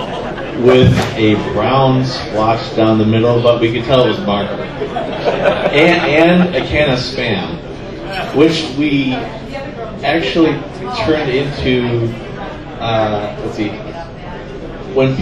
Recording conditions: background noise